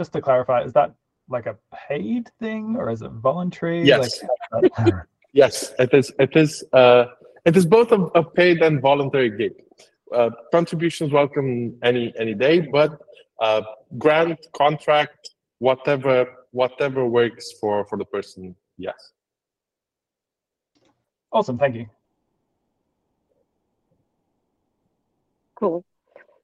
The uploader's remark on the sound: ILF Community Call